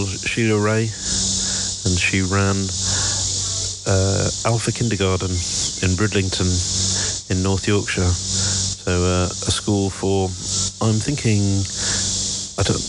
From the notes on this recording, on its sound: Here are a selection of short audio clips, often recorded on the move as I'm traveling.